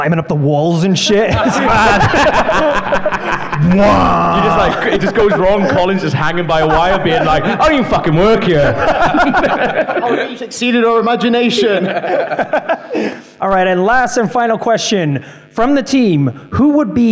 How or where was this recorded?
live audience